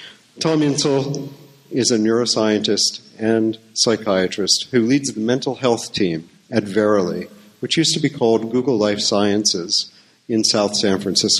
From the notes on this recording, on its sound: Live from Psychedelic Science '17 in Oakland